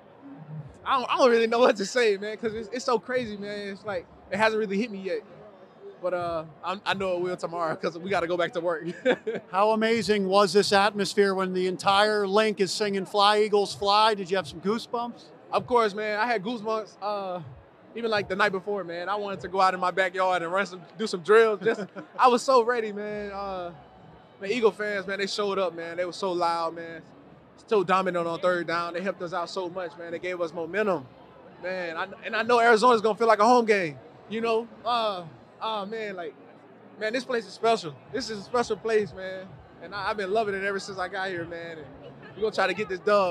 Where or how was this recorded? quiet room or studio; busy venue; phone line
busy venue